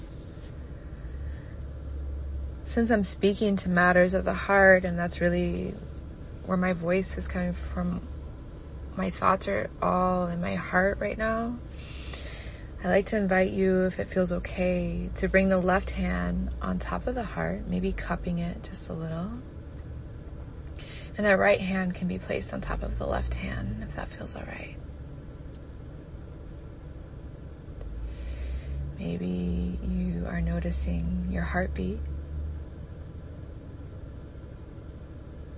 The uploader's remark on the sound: I was unsure if I wanted to share this recording that I did hungover, tired, dehydrated, and right after work in my car. I record each episode in one take without a script and no edits.